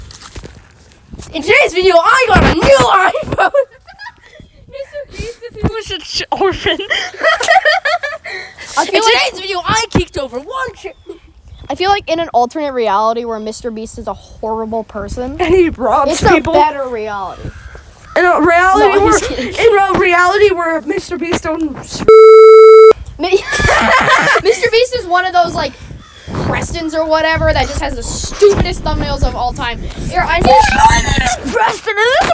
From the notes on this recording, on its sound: We went outside again!